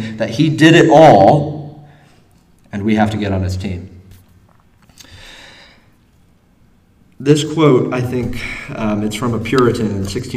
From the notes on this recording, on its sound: Though originally taught in Koinonia, the same address was delivered in sermon form to the congregation at Landmark.